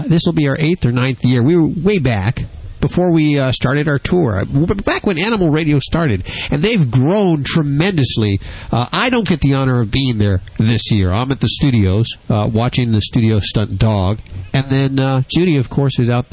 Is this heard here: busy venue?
yes